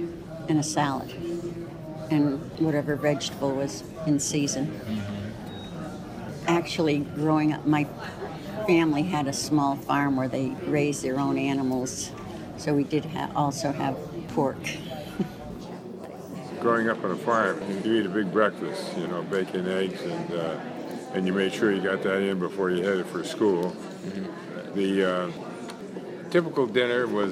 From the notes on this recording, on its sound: Interviews were recorded at Housatonic Valley Regional High School’s 2017 Oral History Festival.